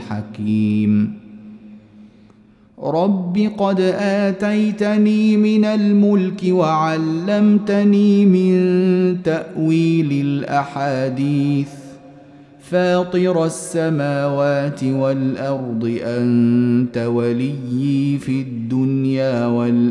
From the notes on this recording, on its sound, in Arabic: مسجل من صلاة التراويح بمسجد السلام بحي مشرفة بجدة